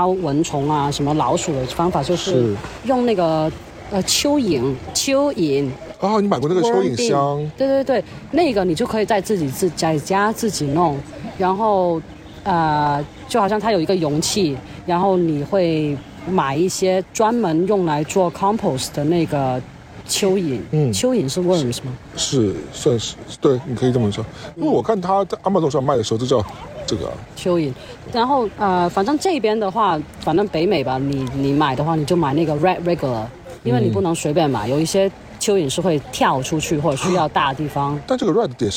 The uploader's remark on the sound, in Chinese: 本期纯户外录音，敬请享受水声鸟鸣和小狗戏水的背景音